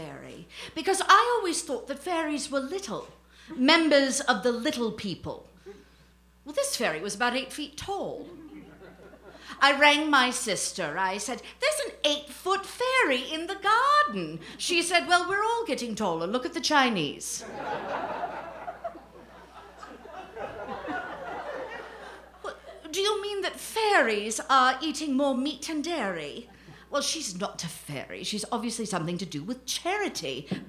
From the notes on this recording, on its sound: A Rogue’s Christmas is part of Town Hall Seattle’s Short Stories Live series. This 12th annual event took place at Taproot Theatre in Greenwood.